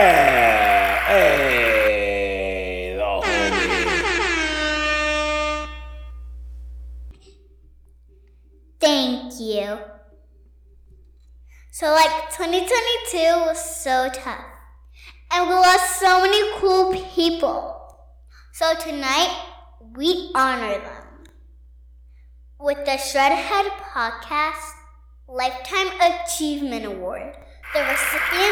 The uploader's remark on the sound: Audio's got a lot of reverb due to the giant cavernous hall we were.